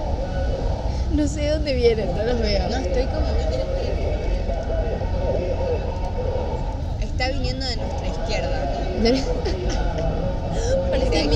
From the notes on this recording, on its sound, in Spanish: Perdón por el ruido infumable de fondo